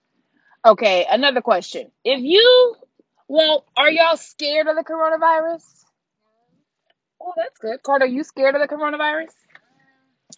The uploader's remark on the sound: this episode was recorded in the car on our way to drum lessons, which means it is staring some special little guests